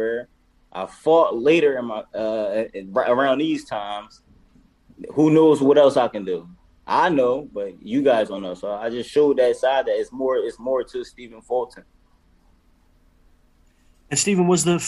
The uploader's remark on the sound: VIRTUAL PRESS CONFERENCE